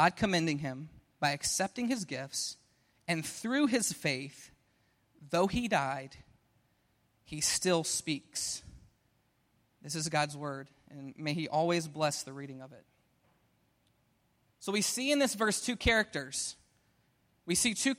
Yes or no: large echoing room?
yes